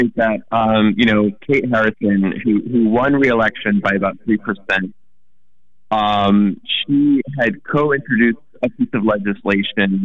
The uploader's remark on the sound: via a telephone submerged in molasses, sorry listeners